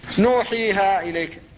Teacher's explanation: فكلها فيها مد، لكن هذا المد هو بمقدار حركة واحدة · Term: المد الطبيعي